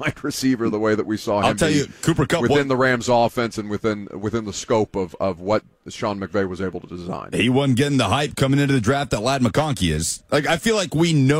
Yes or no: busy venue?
yes